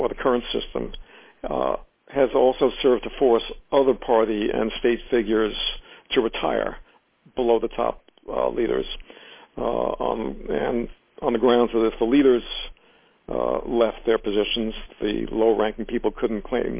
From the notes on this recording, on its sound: In this brief excerpt from the teleconference